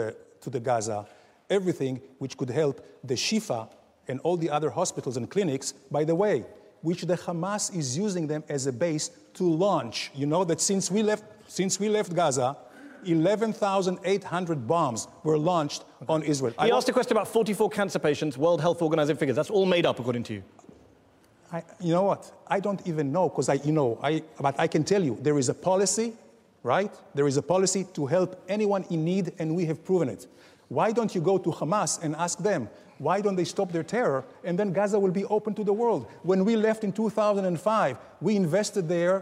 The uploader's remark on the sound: Head to Head is Al Jazeera's forum for ideas, a gladiatorial contest tackling big issues in front of an opinionated audience at the Oxford Union.